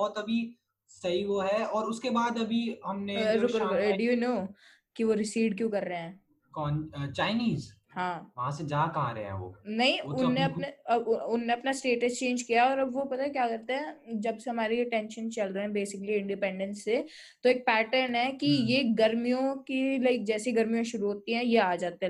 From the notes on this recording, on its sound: Microphone: Fifine T669. Laptop: Apple MacBook Air 2017. Recorded on: Zoom. Edited in: iMovie, Anchor, Audacity, Levelator.